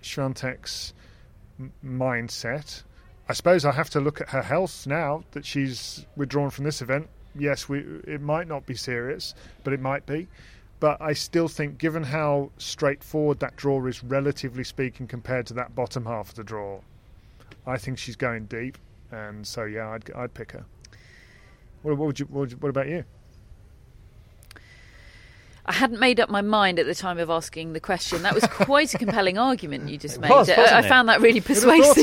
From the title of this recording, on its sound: Live from Wimbledon